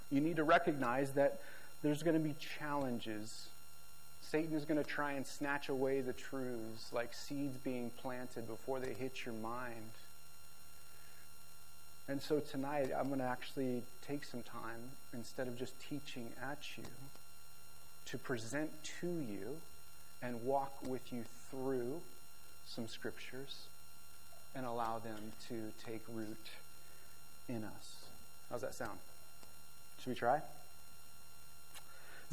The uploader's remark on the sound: This video message was recorded on February 19, 2023, at View Ridge Middle School in Ridgefield, Wa.